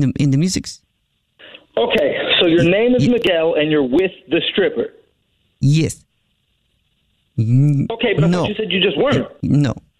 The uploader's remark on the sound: Phone Prank